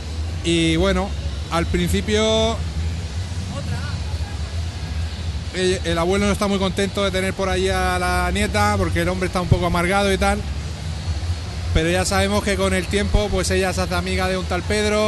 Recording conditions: busy venue